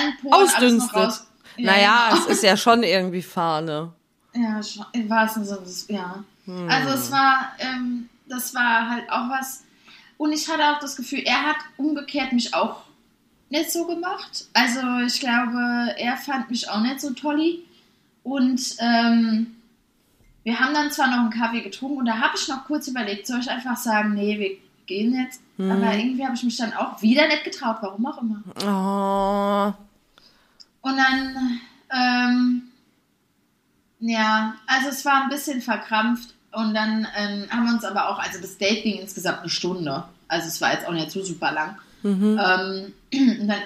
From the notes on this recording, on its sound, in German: die Tonqualität ist nicht optimal und in Minute 48 wird es laut.